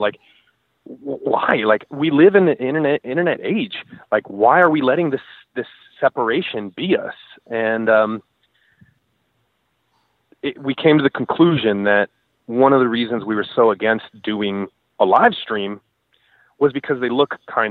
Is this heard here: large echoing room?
no